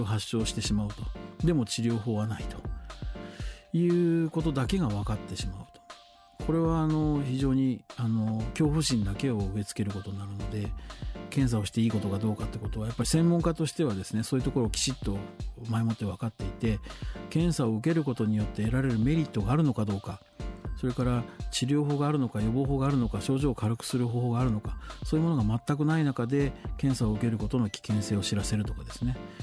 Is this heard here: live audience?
no